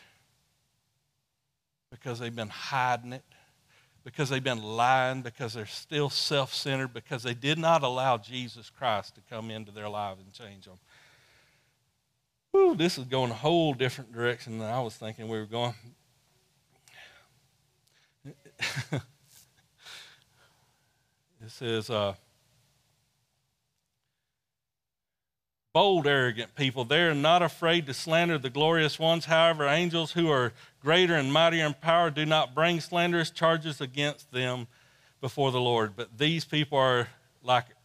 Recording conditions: large echoing room